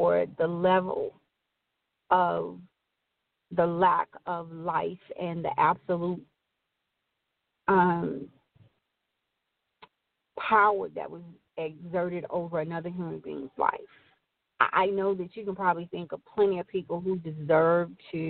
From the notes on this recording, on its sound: Open Forum Line - Call